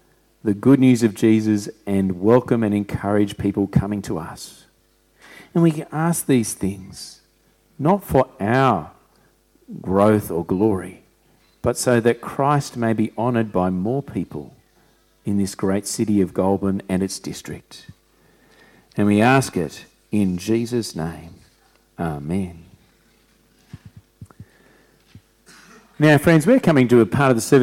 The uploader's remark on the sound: Recording of our service for Vision Sunday, Jan 28, 2024.